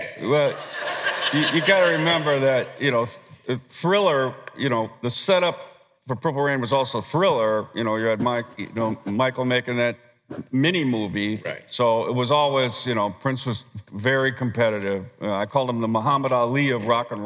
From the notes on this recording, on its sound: Recorded at the Guild of Music Supervisors 4th Annual 'State of Music in Media' Conference in Bovard Auditorium at USC on September 15th, 2018.